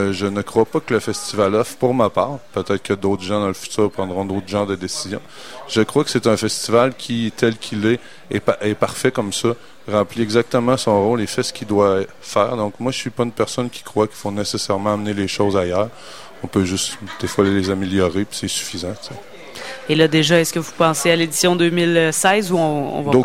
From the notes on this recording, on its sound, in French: Sur les ondes de CKRL 89,1, en direct du Bar le Sacrilège.